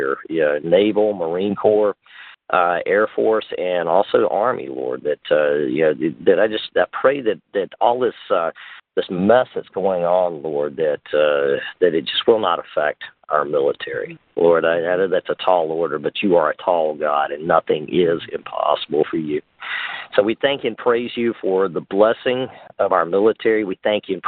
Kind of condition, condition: link, phone line